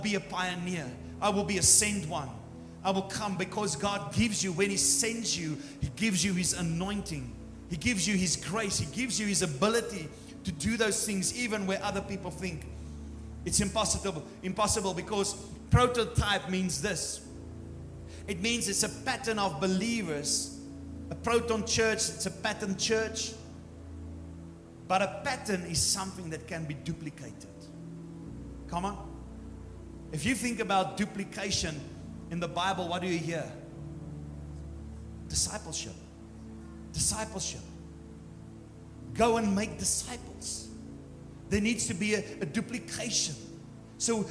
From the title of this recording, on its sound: Morning service 28 January 2024